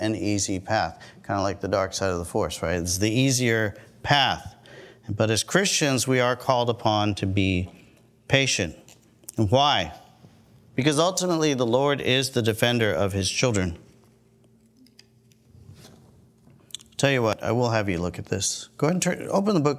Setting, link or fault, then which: setting, large echoing room